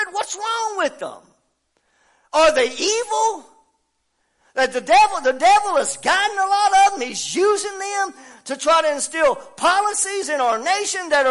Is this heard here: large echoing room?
yes